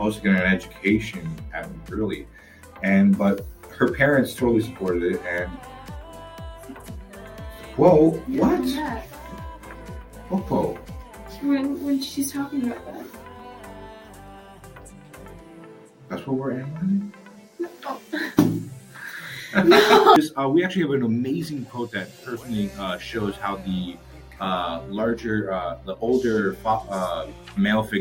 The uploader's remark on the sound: Please excuse any other errors in the Audio.